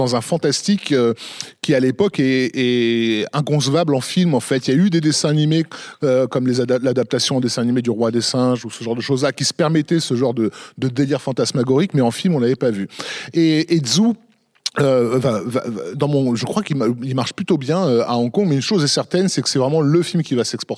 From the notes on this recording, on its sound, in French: Au cinéma Les 7 Batignolles (Paris, 17e). Cet épisode a été enregistré le 7 mars 2019.